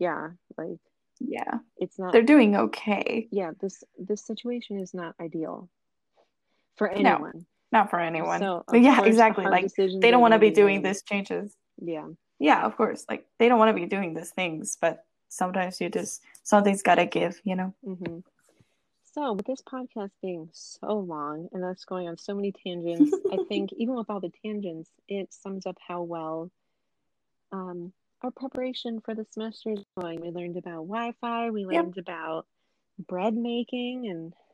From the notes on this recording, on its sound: Please excuse my staticy mic, as well as my audio cutting out here and there. Found a great way to record remotely together, and I am looking for a better mic.